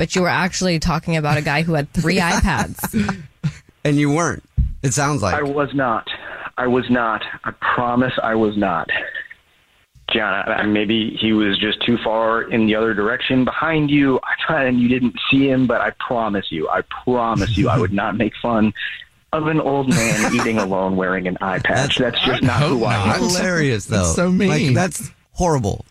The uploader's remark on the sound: We get that other person on the phone.